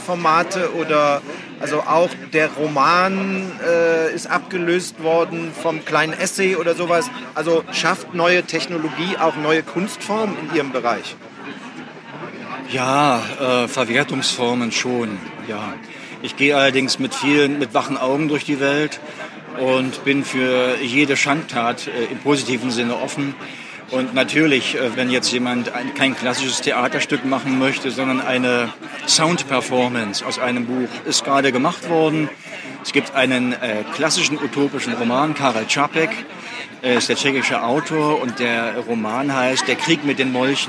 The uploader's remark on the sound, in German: live von der Frankfurter Buchmesse